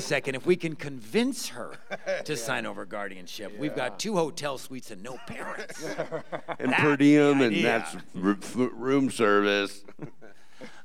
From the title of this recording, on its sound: Live At Creature Feature Weekend 2023